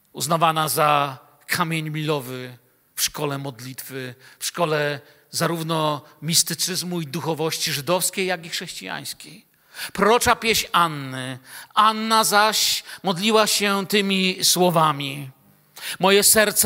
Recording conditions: large echoing room